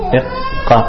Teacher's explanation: you'll realize the qaf is coming from the back of the tongue